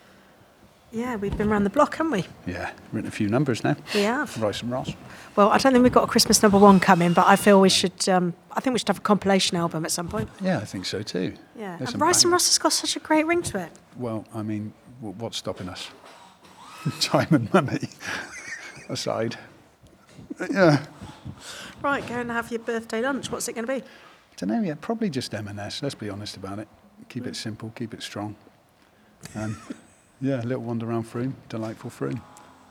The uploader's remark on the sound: recorded mid-rehearsal at TLC